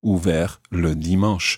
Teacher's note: ouvert ends in a T, which is silent.